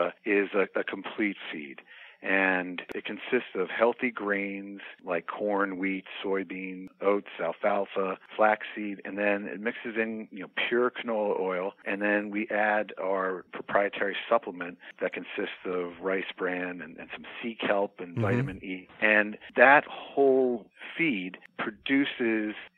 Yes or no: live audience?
no